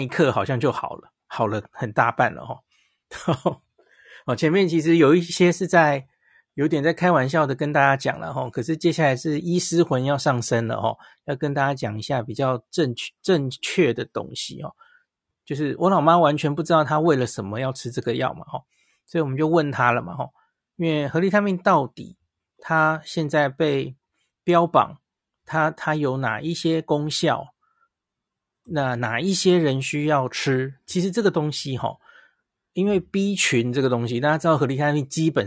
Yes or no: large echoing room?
no